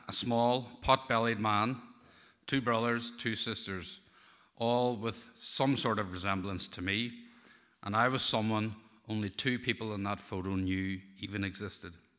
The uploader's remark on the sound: Tenx9 is a live event where nine people have up to ten minutes each to tell a true story from their own life.